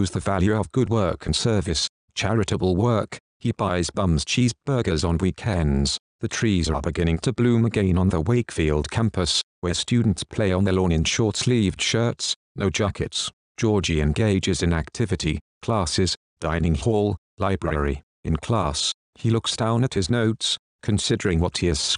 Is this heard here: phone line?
no